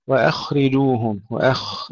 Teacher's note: الخاء الساكنة فيها همس فيها رخاوة وليس فيها قلقلة مع ترقيق الهمزة قبلها